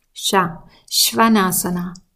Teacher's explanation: Das ist das Sha, was ihr produziert, indem ihr nicht ein Schul-SCH sprecht, sondern ein feineres Sha mit einer leichten Mundöffnung · Term: Shiva-Sha